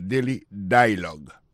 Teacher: Alors, accent tombé sur le premier syllabe là.